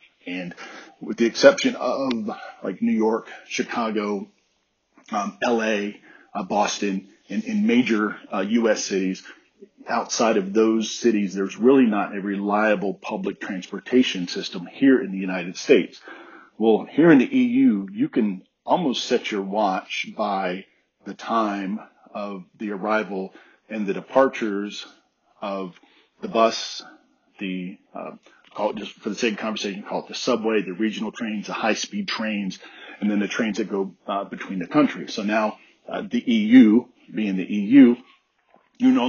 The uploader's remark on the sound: Update from Germany. Did not bring my laptop, so I apologize ahead of time for the poor audio quality.